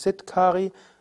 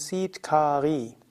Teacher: es ist tatsächlich alle drei Vokale lang · Shown in: second take